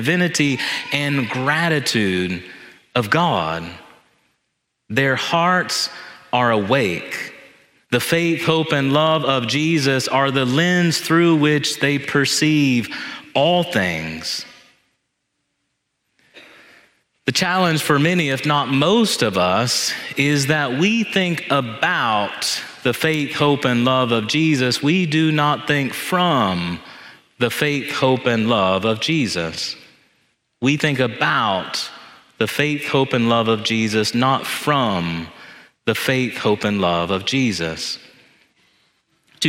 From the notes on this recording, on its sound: This homily was preached in Church of the Ascension on Sunday, November 5, 2023